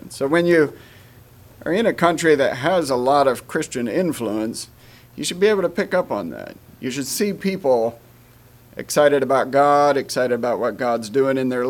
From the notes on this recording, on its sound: Message preached at Word of Hope on Sunday June 25, 2023